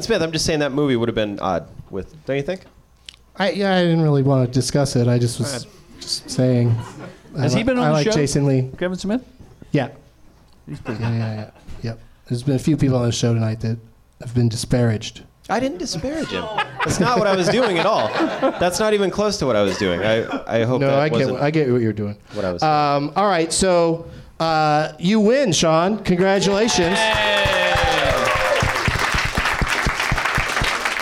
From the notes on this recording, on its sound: Live from the Nerdmelt Showroom in Hollywood